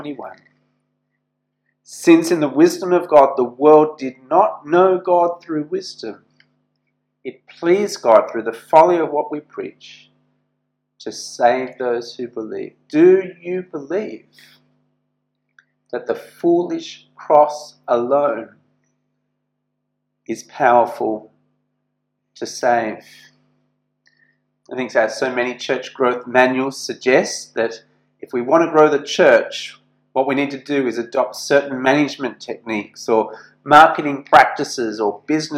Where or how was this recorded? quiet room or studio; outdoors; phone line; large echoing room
large echoing room